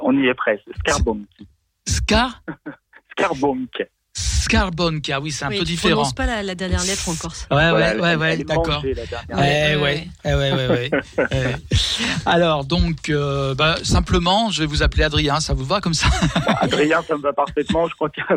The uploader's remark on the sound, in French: Nos invités sont (au téléphone)